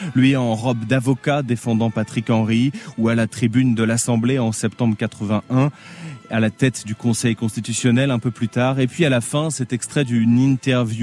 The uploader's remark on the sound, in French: Édition spéciale en direct de la Place Vendôme pour l'hommage national à Robert Badinter.